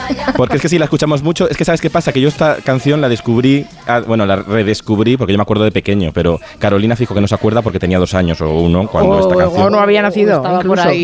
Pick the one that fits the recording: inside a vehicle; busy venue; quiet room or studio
busy venue